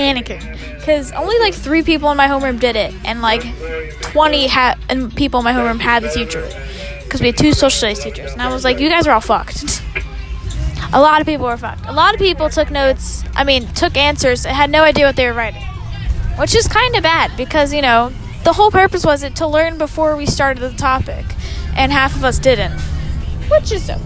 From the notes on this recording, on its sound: Recorded on a bus.